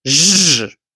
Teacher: The word je is frequently shortened to zh.